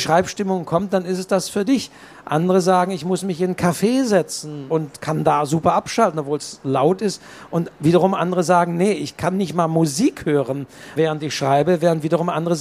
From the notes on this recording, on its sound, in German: Live: Leipziger Buchmesse 2023. Live-Mitschnitt!